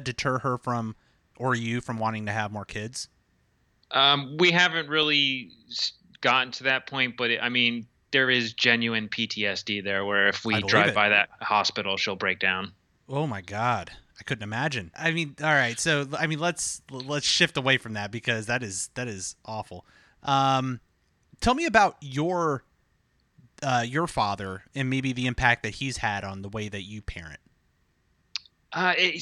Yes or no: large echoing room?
no